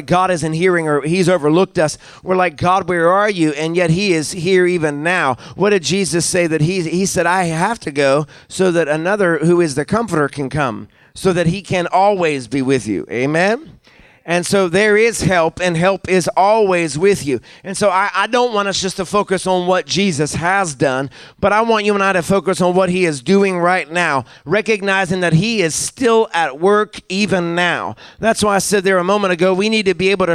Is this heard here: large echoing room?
yes